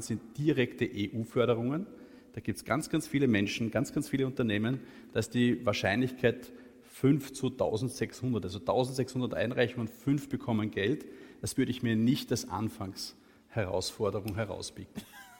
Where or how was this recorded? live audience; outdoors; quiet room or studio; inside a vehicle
live audience